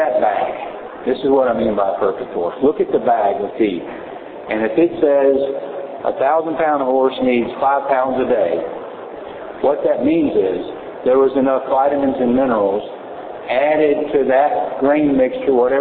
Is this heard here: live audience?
yes